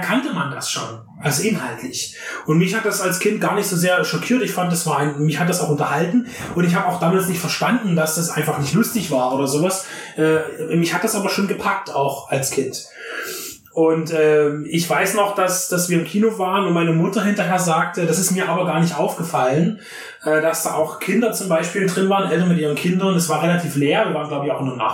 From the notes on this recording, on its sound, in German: Wir entschuldigen die schlechte Tonqualität (aber da war leider der Wurm drin).